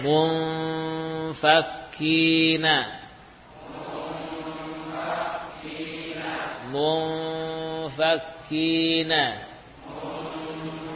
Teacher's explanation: Untuk ikhfa nun pada fa, bibir bawah mendekati dua gigi seri atas ya.